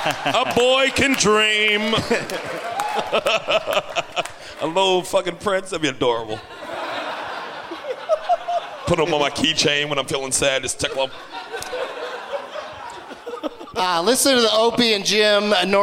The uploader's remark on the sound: Live from the Gramercy Theatre in New York City